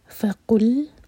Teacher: لام ساکن پر جھٹکا نہ ہو، قاف کو حلق سے نکالیں گے. فقل ند، نون کو دوت سے جوڑیں گے اور دوت پر جھٹکا نہیں آئے گا.